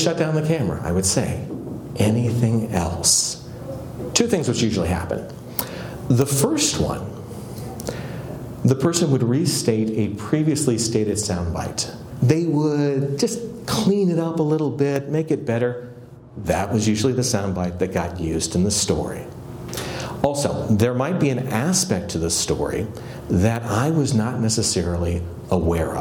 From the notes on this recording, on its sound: excerpt from one of my keynote presentations